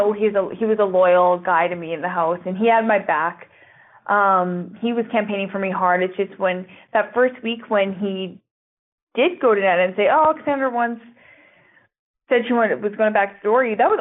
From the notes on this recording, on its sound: This is our phone interview